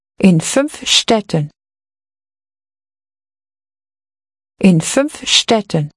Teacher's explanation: Notice the final added N sound